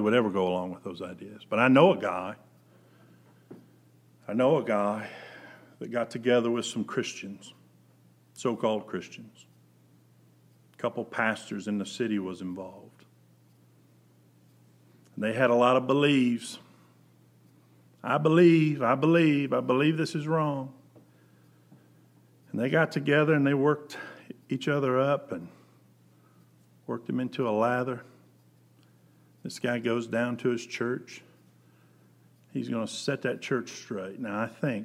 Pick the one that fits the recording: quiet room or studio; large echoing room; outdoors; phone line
large echoing room